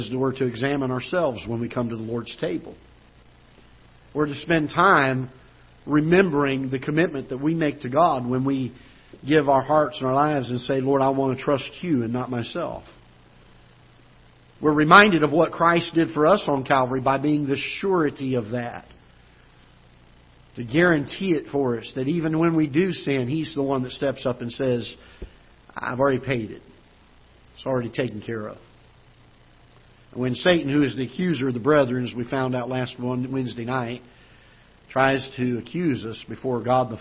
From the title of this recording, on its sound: Ketha Heights Baptist Church ~ Live Broadcast